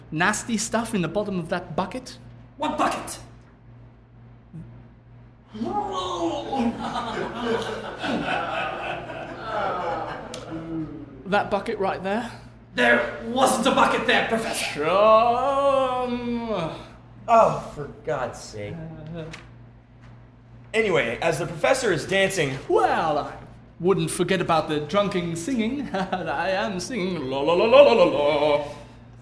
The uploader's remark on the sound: Originally Recorded Live at Packrat Comics